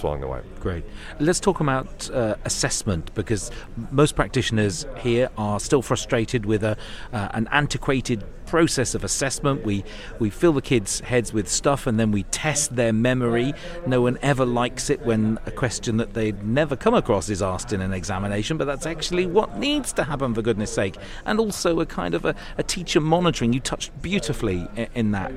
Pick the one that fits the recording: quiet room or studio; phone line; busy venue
busy venue